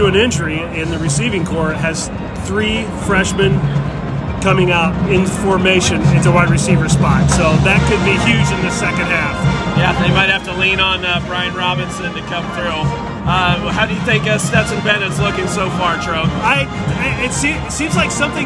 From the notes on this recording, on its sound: On location from Lucas Oil Stadium in Indianapolis for the 2022 CFP National Championship Game.